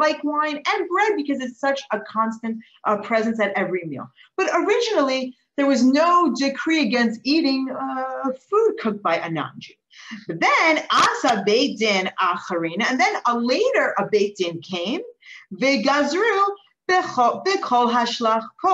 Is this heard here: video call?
yes